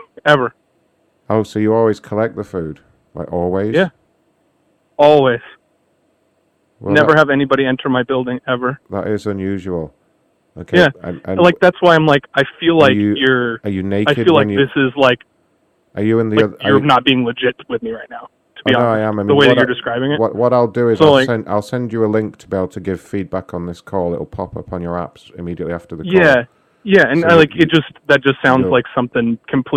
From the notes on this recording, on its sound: Call into a very sexy gardening show.